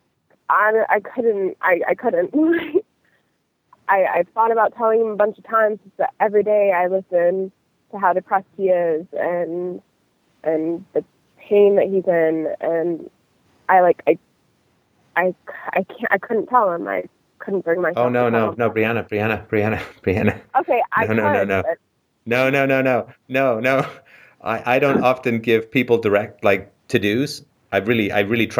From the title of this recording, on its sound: Call In Show